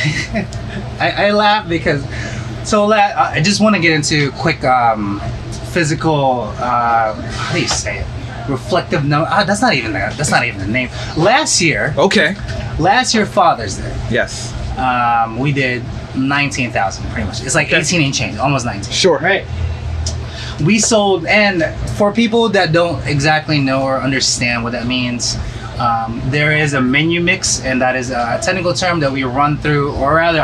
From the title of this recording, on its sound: Live in Restaurant